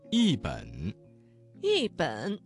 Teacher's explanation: 一字在3声之前变成了4声 · Term: 语流音变